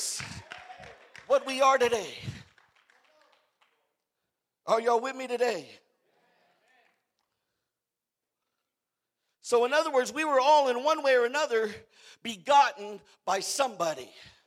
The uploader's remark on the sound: preached at the "Dream Again" conference in Riverside, California.